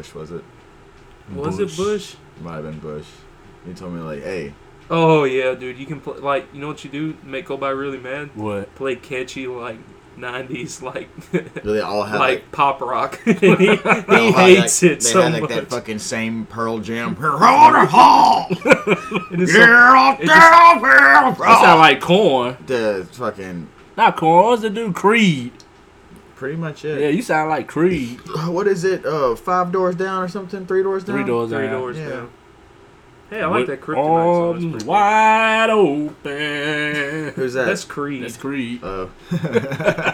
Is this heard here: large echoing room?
no